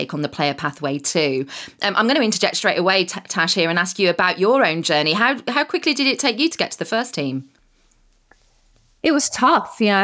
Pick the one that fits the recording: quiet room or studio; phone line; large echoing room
quiet room or studio